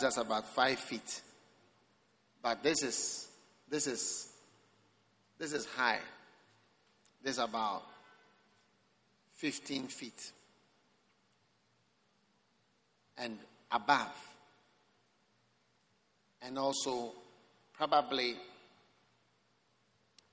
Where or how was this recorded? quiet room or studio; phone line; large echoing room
large echoing room